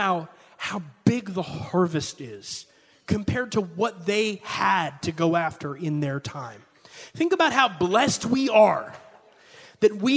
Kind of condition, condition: setting, large echoing room